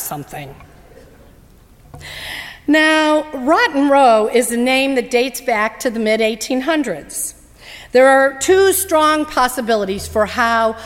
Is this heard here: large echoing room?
yes